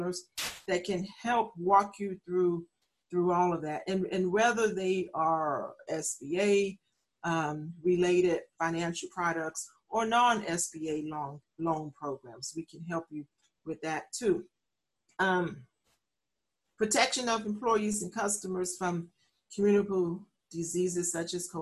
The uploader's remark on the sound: U.S. SBA & UTSA SBDC Accelerator Zoom Webinar.